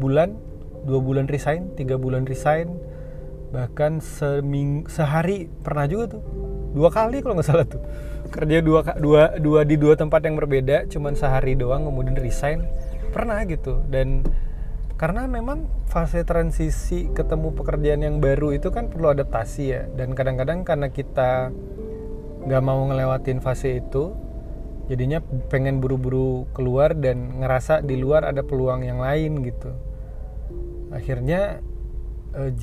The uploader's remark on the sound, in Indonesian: Lagi berkendara, maklumin yaa kalo rada noise..